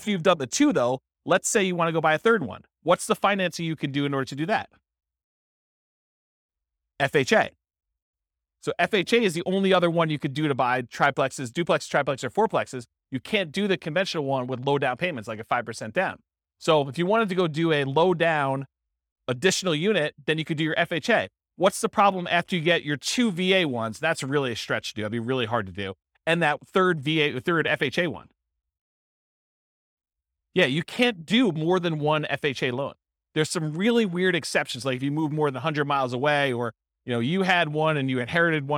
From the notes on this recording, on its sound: This was a live class recorded